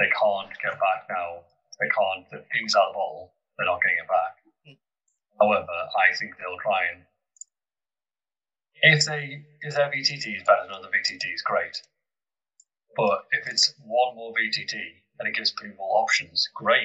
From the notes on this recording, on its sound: Apologies for some of the sound quality, this episode had to be recorded online. I did my best to keep level it in editing.